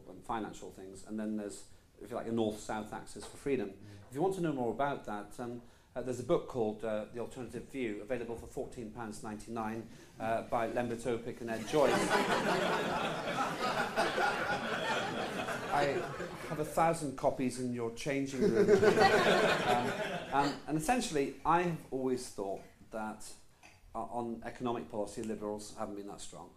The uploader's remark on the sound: Recorded live at the St James Theatre.